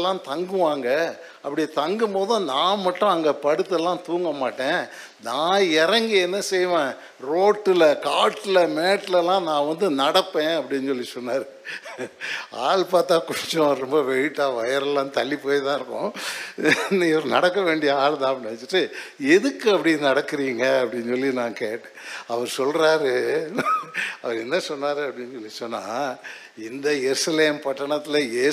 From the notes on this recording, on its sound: Sunday First Service Sermon Live